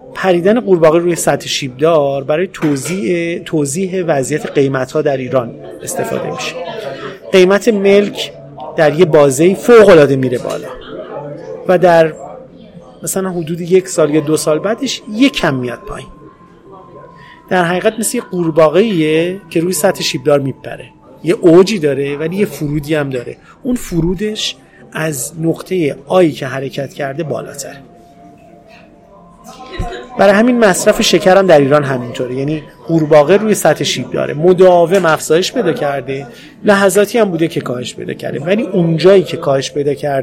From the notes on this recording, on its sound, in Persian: این پادکست رو توی یک کافه در شهر تهران ضبط کردیم، برای همین صداهایی توی پسزمینه میشنوید